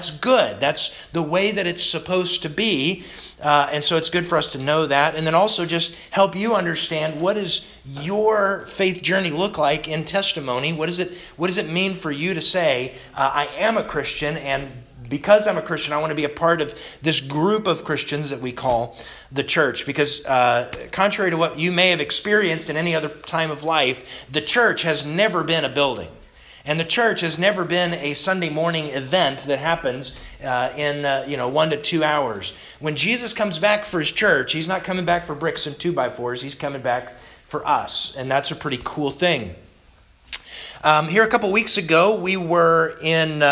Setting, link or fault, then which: setting, large echoing room